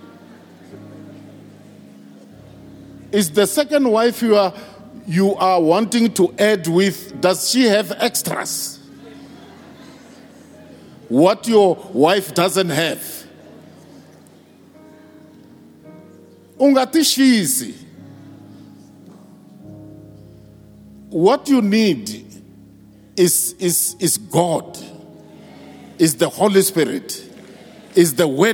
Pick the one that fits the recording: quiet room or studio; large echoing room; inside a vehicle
large echoing room